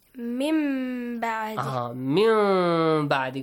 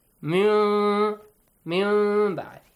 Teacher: There's a pause between, like a slight kind of space between your lips. · Term: hidden mim sound